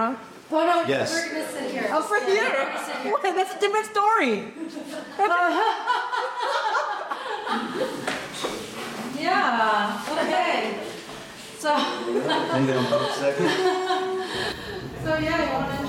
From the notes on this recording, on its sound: Held the second in-person event during the Talking Taiwan Election Tour at the PicCollage office in Taipei. Many of our past guests, friends and supporters were in attendance at the event. A few people from the audience also came up and spoke with me at our impromptu on-stage podcasting booth.